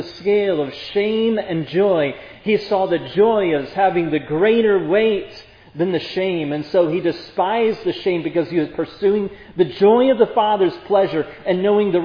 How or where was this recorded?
large echoing room